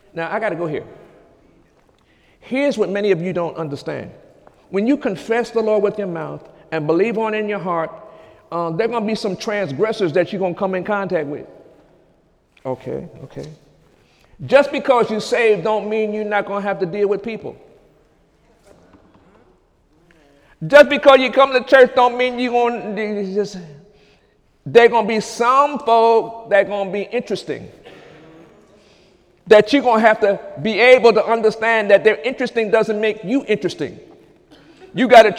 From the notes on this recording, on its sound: During Sunday morning service on April 1, 2018